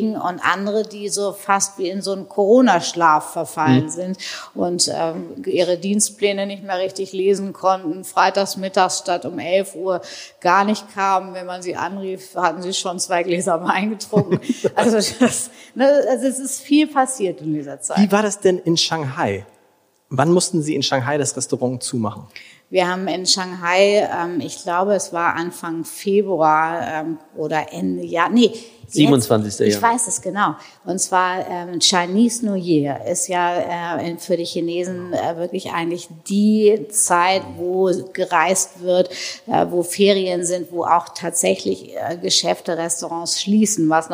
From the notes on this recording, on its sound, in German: live im großen Festsaal des Hotel Grand Elysee